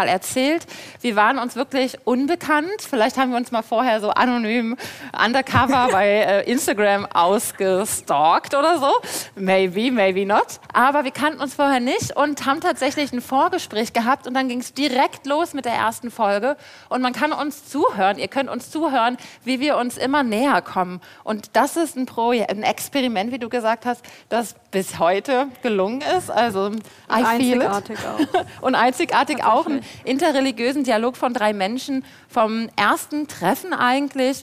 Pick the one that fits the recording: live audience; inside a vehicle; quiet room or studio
live audience